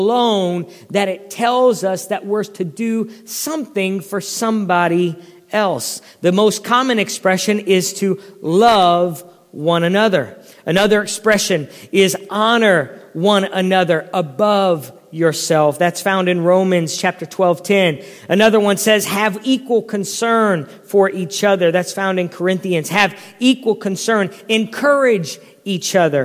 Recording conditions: large echoing room